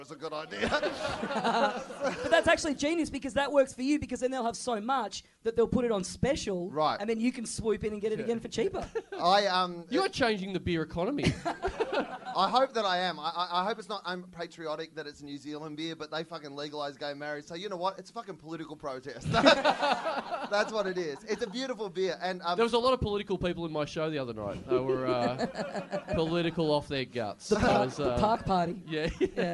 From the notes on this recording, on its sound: Recorded LIVE at the Sydney Comedy Festival, April 27, 2013.